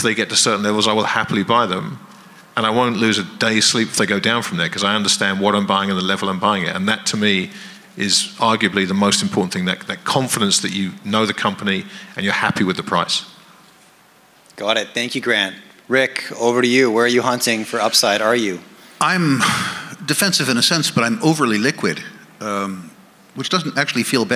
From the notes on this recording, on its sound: At the Vancouver Resource Investment Conference by a panel of legends.